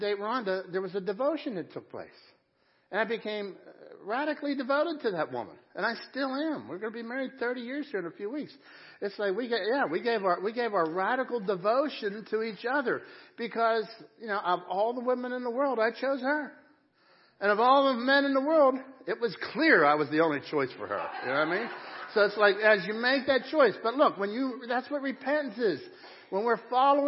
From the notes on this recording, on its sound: Crossroad Ministries Live Service.